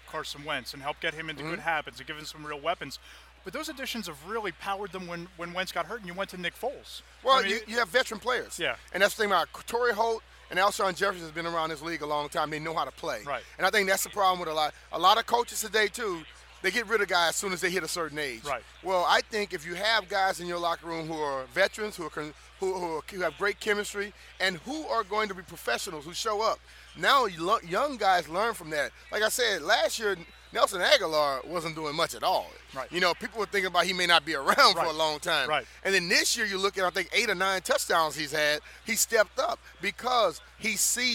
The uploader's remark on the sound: Day 2 from Radio Row at the Super Bowl